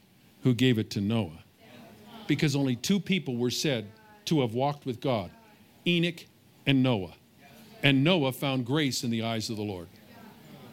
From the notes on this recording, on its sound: Recorded live from Summer Camp 2021 at Faith Heights.